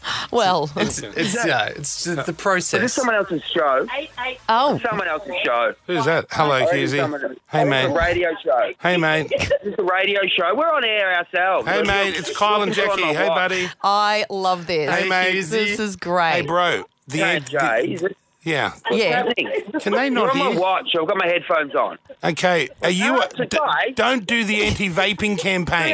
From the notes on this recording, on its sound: Live on air! Call him live on air while he's live on air.